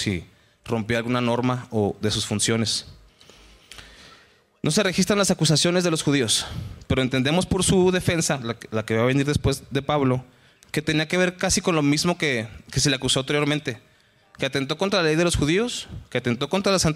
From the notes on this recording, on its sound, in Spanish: Estudio del libro de Hechos en la iglesia de Capilla Calvario Chihuahua.